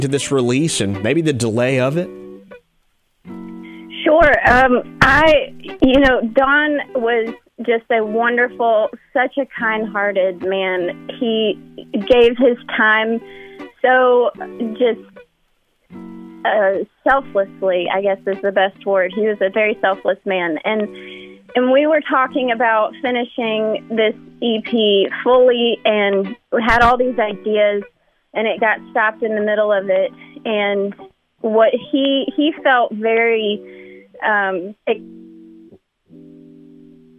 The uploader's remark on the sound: Joins the MY-101.5 morning show by phone.